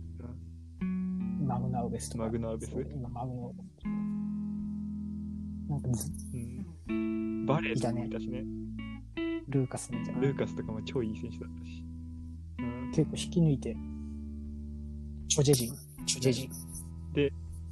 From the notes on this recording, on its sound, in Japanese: 機器の仕様で、録音された2人の会話が実際のものとズレています。そのため、一部相槌などがおかしいところがありますがご了承ください。またノイズが入っていてやや聞きづらくなっています。すみません。